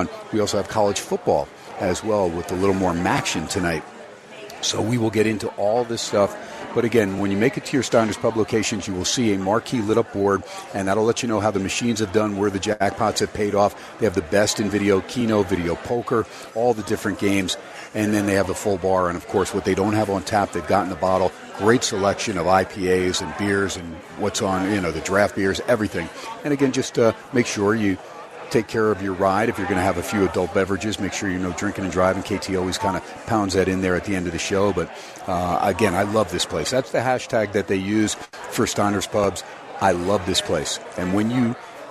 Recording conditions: busy venue